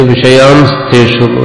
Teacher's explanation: വിഷയാൻ തേഷു സന്ധി വന്നിട്ടാണ് വിഷയാംസ്തേഷു എന്നവിടെ ഒരു അനുസ്വാരം വരും, ഒരു സകാരവും വരും